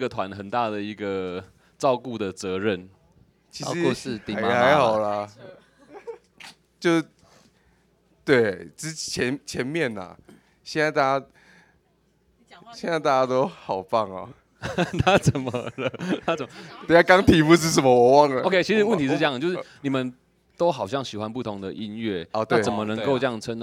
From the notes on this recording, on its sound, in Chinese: 黑熊部落音樂祭》的 live podcast 紀錄，特別收錄了大自然的風聲和雨聲。在一片窸窸窣窣的風雨聲中克難訪問。